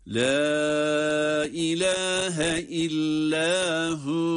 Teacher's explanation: Burada illahu diye hüve kelimesinde duruşumuzu hü diye bir elif miktarı uzatarak med yaparak duruyoruz